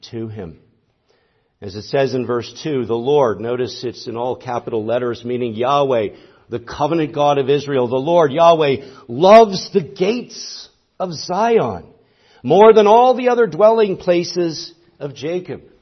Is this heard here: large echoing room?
yes